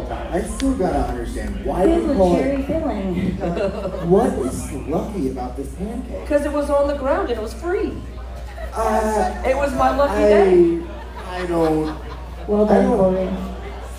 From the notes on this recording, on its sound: For the first time in the history of the pod, the gang records live in front of an audience of tens at …’s Banditos bar in Mexico.